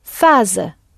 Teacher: But for the purposes of the they form, we put that E back again. And so the Z stops sounding sh and sounds z because it has a vowel after it